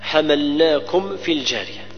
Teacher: الميم الساكنة جاء بعد الفاء نعتني بإظهارها